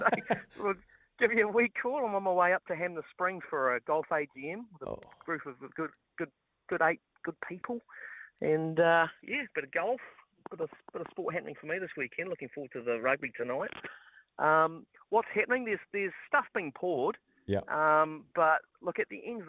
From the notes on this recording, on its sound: the phone lines were open to all listeners